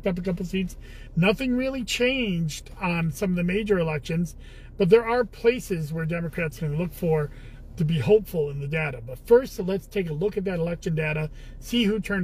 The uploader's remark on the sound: Commissioner in a Car